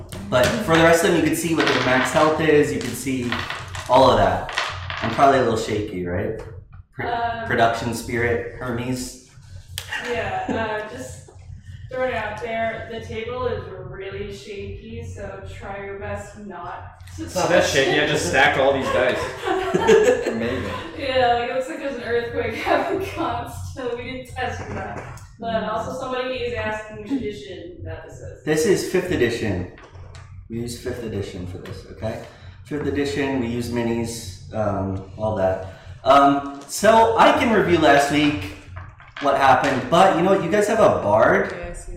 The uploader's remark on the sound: These casts are from games of D&D played live on twitch weekly. Please excuse the audio in this episode!